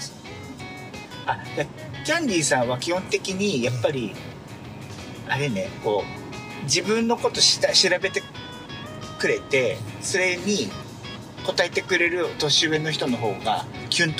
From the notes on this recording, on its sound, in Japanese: 日本一時帰国中、関西に滞在していた際、。ドライブで遊びに出かけていた時に収録した、おじさん3人で繰り広げる駄話をお届けします！ドライブ中の収録のため、音質があまりよくないのと、後部座席に座っている。